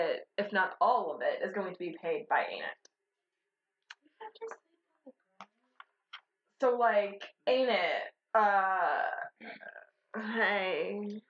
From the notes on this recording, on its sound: The Shitty Audio Episode.